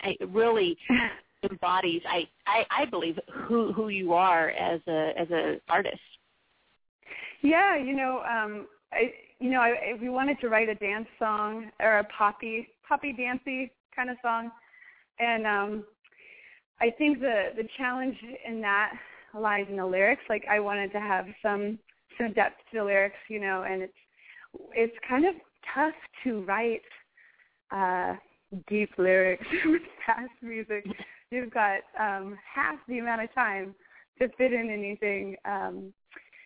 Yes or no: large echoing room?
no